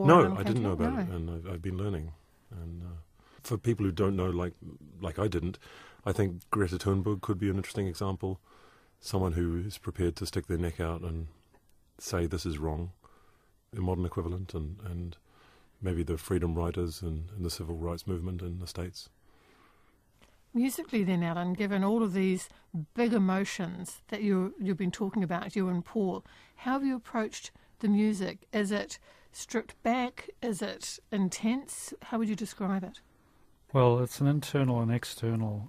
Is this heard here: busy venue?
no